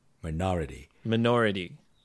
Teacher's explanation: the stressed syllable is syllable number two, nor.